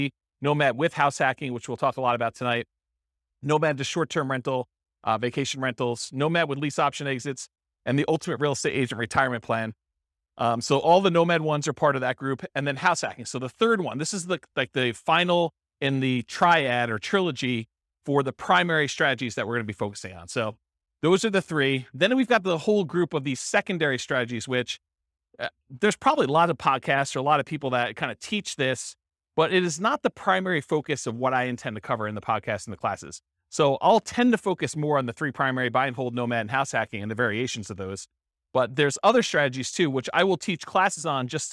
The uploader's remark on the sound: This was a live class recorded